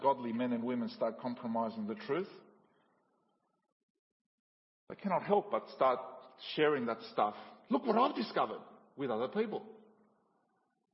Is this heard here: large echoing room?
yes